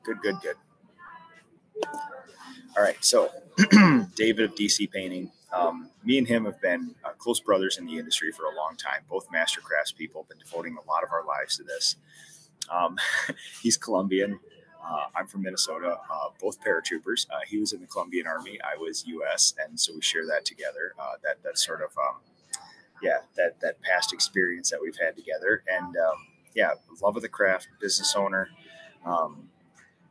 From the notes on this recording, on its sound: Live from the Boston Airport!